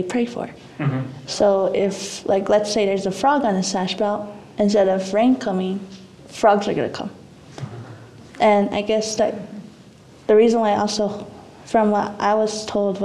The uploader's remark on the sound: Our three beginning audience members here.